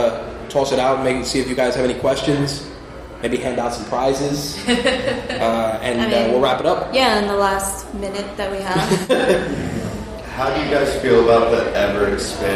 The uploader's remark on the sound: My Take Radio was live from Qirin Con 2016. It also had a live audience comprised of students and staff from Pace university as well.